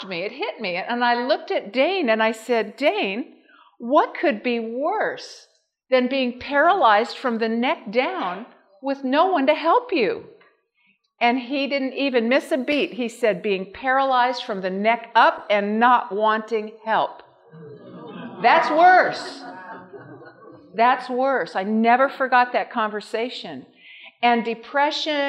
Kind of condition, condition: setting, live audience